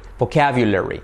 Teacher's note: Como una F sonora, v, activando las cuerdas, vocabulary, el sonido de fran, ran, can, como viudo, viuda, vocabulary, Manuel Miguel Raquel, la L, le, y luego la R, vocabulary. El hacer la R fuerte ya te sale la I casi como una E